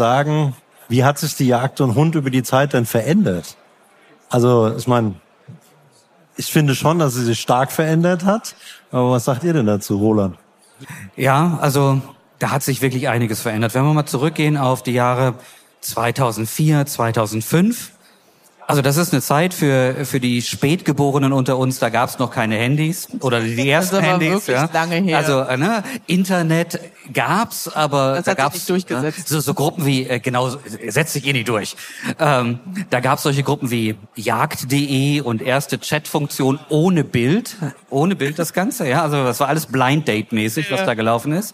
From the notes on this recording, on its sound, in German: live auf der JAGD & HUND